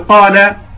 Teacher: يعني قال، الألف في قال، لولا أنها قويت هذه الألف بالمد لذهب الحرف واختفى فيما قبله · Term: الخفاء